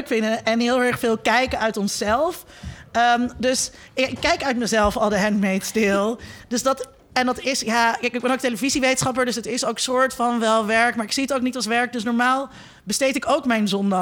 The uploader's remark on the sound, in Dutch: Opgenomen op het podcastfestival '18